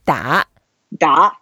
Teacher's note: Da, yeah, da is the third tone. So we go down first and go up and we sound a bit angry, upset.